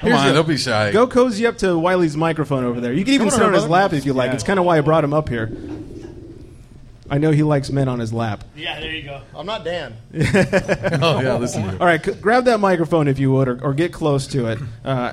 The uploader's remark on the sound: We are LIVE from The Local Beer & Wine Bar in Camarillo, CA. The first ever Booze N' TUG Extravaganza mini podcast festival.